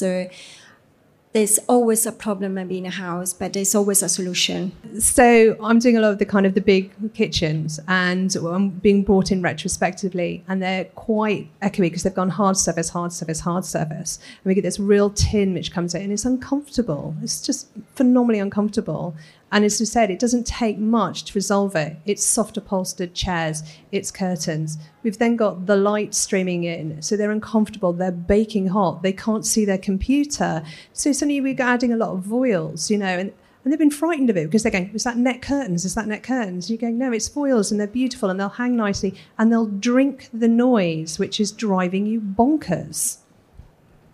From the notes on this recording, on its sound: recorded in front of a live audience at Decorex 2019